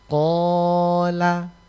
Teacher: Qaf itu mau baca bukan qa tapi qob, qo. Jadi kalau orang mau baca qola, tahan.